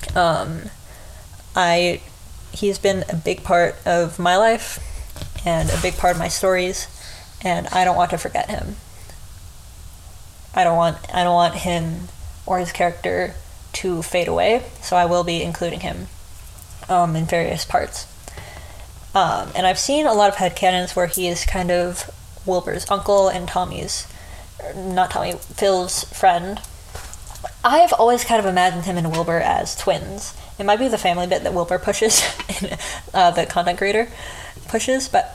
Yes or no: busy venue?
no